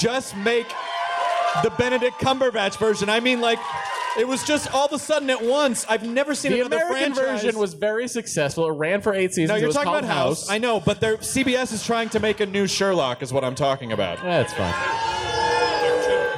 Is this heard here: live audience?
yes